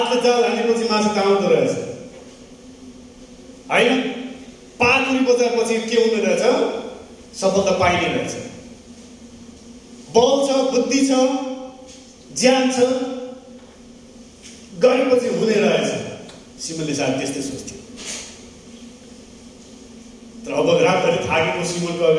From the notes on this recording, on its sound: sermon preached in sgnc service